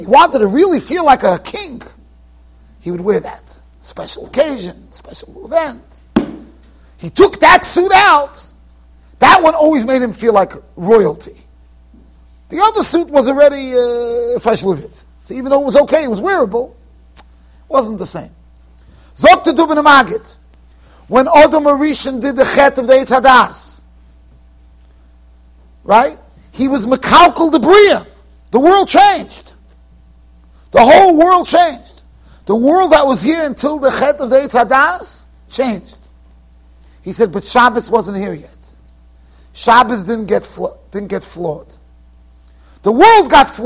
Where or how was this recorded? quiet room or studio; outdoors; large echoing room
large echoing room